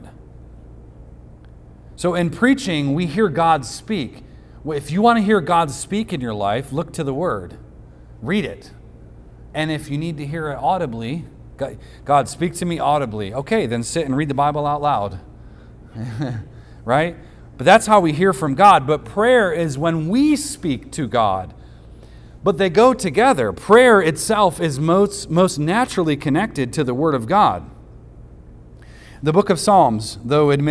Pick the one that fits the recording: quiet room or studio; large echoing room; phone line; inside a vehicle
large echoing room